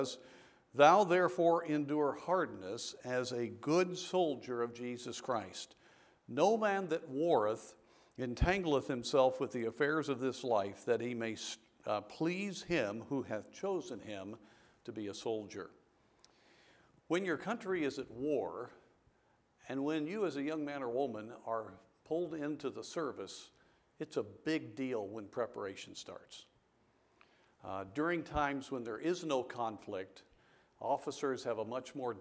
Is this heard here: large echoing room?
yes